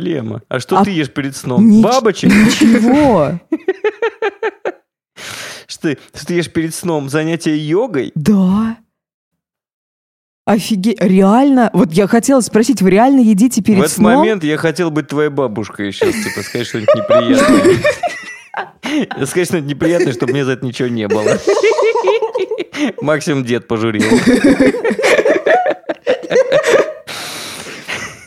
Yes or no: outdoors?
no